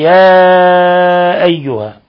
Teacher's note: مد منفصل لانفصال حرف المد عن الهمزة، يا أيها يمد من 4 إلى 5 حركات